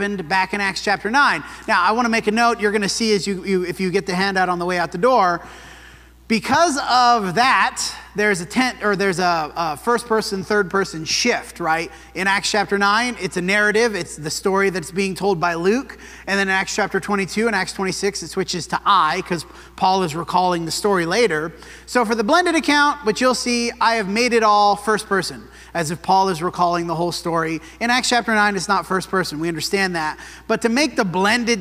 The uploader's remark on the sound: This sermon was preached at the Dewey Church of Christ on February 18, 2024.